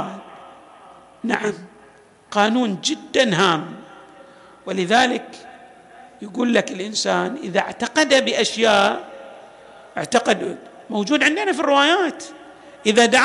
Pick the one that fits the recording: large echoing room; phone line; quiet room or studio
large echoing room